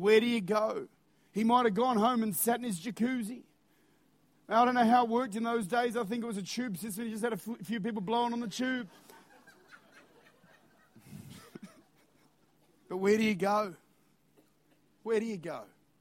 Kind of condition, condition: setting, large echoing room